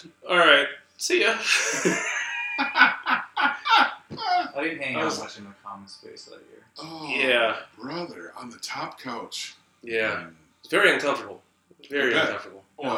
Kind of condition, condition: fault, poor sound quality